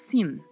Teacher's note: Temos que pronunciar este N, porque senão fica o si do espanhol, que já tem um outro significado.